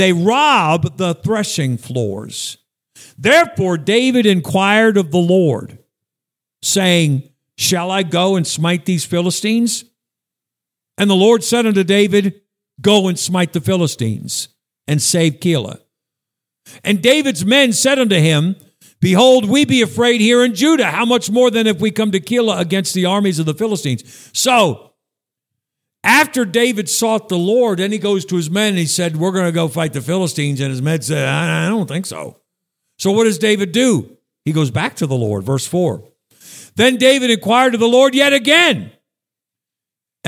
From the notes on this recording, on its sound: Sunday morning message at Northeast Baptist Church, Danbury, CT